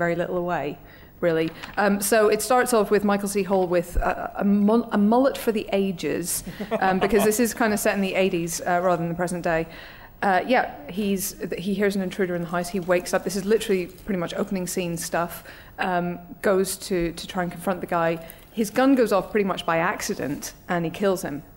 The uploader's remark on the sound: Edinburgh Live Special. In honour of the Edinburgh International Film Festival up in, um, Edinburgh, the Empire Podcast team made the long and treacherous journey over Hadrian's Wall to record a very special live edition of the show.